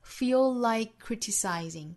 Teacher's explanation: 这里面的 k 的发音呢做失去爆破，因为后面的 criticizing 也是爆破辅音